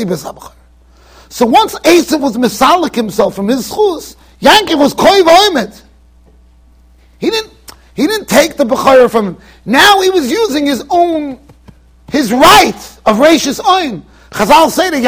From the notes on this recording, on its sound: Shiur recorded in Yeshivas Ohr Reuven, Monsey NY.